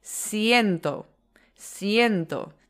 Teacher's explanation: Dus het is geen sh klank want het is een s en een i.